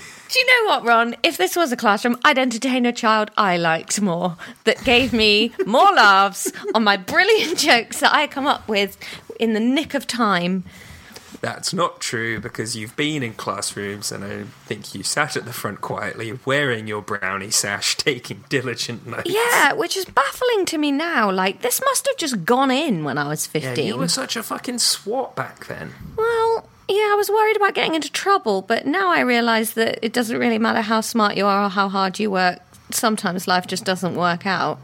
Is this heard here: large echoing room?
no